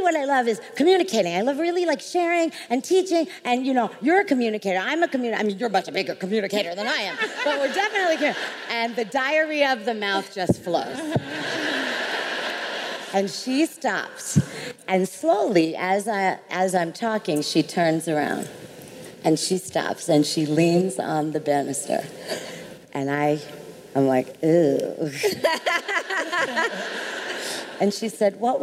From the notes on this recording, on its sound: How She Built This LIVE! at RISE Minneapolis. Sit in on one of our AMAZING panels from RISE Minneapolis.